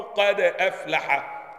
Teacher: سكنوا الدال وحققوا الهمزة فقرأوا قد أفلح · Term: التحقيق